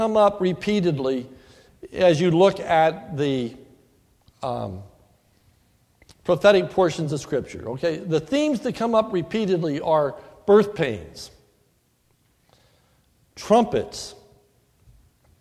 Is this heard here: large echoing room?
yes